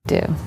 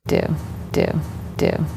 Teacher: That's happening to California speech in general because I and oo are actually kind of close in the mouth. The oo is moving forward, as we put it.